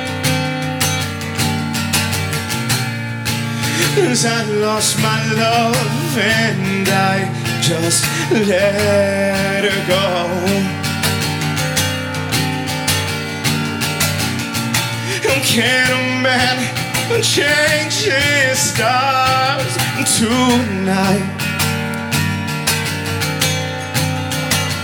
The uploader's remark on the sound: Recorded live at Late at the Lake, at Mozart's Coffee Roasters in Austin, Texas on Tuesday, May 2nd, outdoors on our main stage.